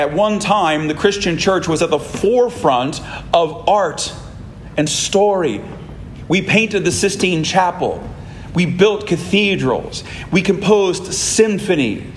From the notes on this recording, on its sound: This sermon was preached at Christ Church Anglican in Florence, KY